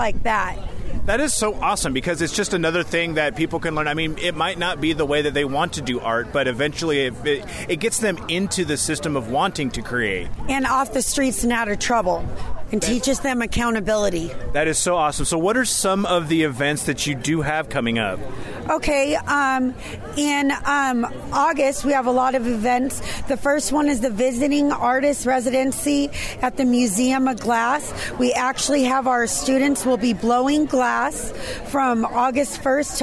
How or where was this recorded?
busy venue